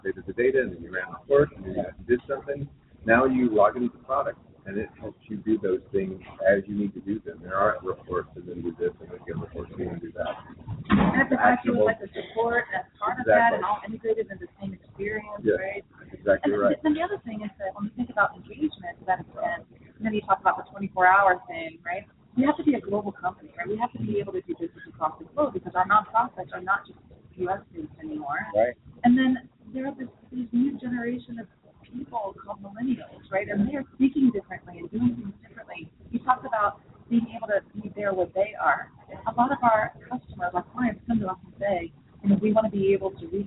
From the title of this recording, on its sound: LIVE from BBCON 2015 - The Blackbaud Conference